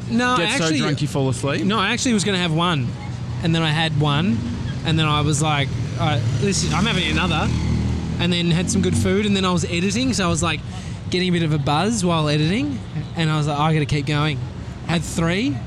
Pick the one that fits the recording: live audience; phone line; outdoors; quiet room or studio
outdoors